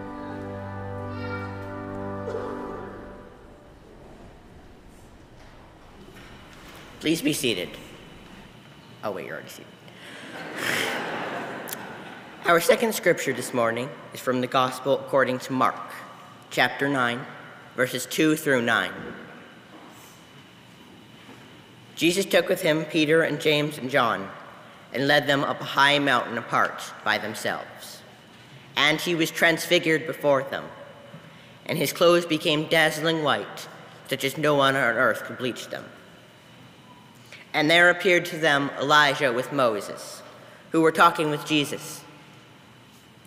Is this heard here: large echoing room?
yes